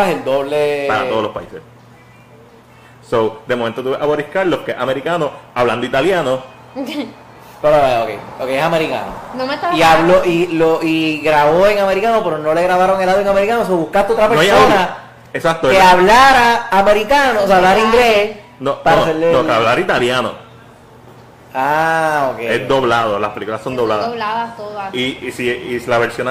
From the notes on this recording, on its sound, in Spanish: Este episodio lo grabamos en BURGR BLVD 868